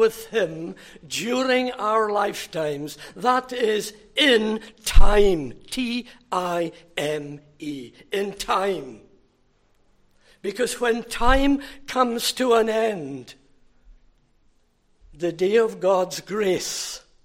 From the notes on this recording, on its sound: Recorded at North Harris Free Church on the evening of Sunday, 23 June 2023.